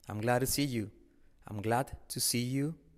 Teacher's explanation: La D y la T se convierten en una R suave